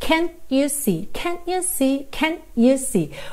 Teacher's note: Às vezes, a gente também pode ter can't you see, can't you see, can't you see. Ou seja, eu posso usar esse T, que é uma consoante oclusiva, para realmente encerrar esse som e eu faço ali uma pequena pausa, que me dá uma marcação rítmica também muito legal.